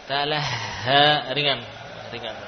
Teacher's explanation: letak makhraj ha bukan di sini, bukan di dalam dada, bukan di dada, namun di pangkal tenggorokan